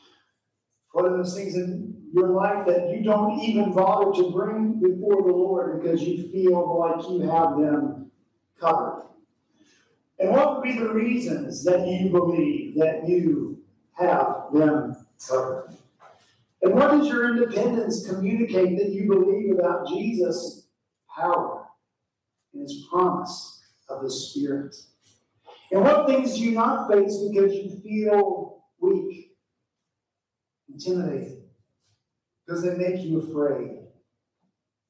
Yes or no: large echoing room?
yes